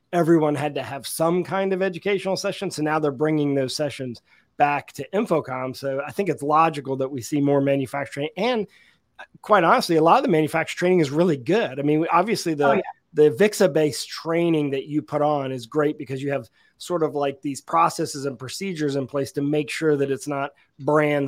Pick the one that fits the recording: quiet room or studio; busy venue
quiet room or studio